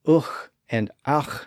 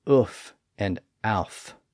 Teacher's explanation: the uch and ach sounds became uff and auf.